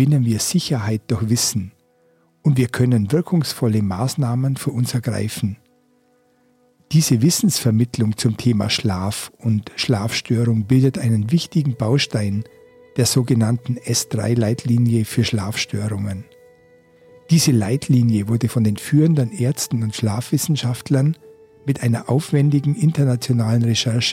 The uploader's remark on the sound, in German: Ich nehme dich auch in dieser Staffel wieder mit auf eine ausgedehnte Wanderung, die mich diesmal von Freiburg, durch den Schwarzwald bis zum Bodensee führt und weiter am Alpennordrand entlang des Wanderwegs E4 bis nach Altötting in Oberbayern. Auf meiner Wanderung habe ich wieder neue Ton-Aufnahmen zum einschlafen gemacht. Jede Folge beinhaltet Naturgeräusche.